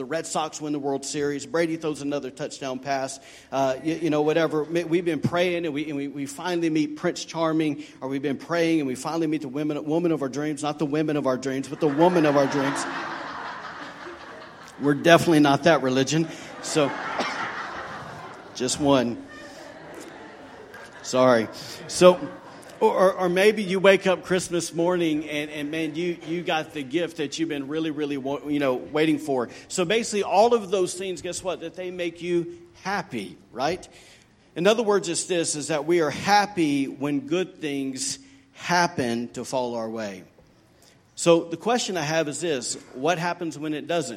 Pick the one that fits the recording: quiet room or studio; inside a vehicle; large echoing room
large echoing room